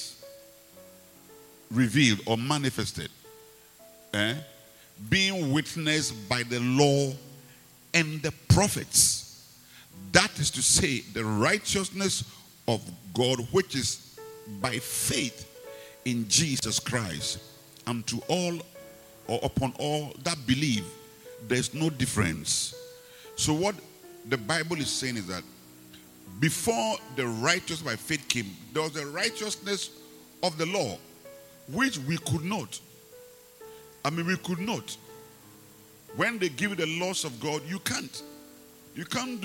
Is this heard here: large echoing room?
yes